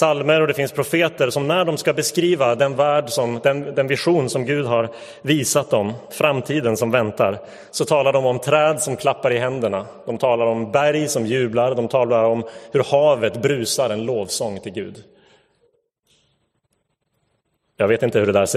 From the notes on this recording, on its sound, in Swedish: Inspelad i Roseniuskyrkan den 4 september 2022.